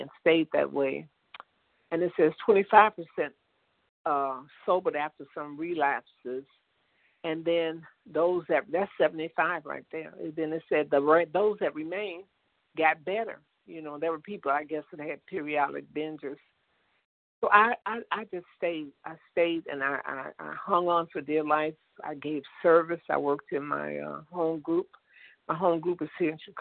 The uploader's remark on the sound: 100 Pounders Phone Meeting